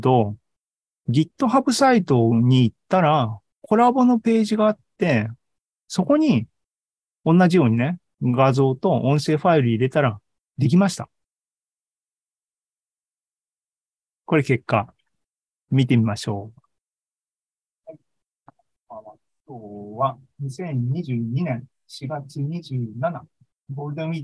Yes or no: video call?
yes